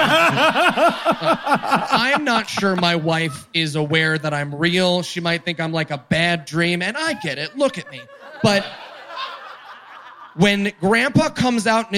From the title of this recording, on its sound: LIVE from Salt Lake City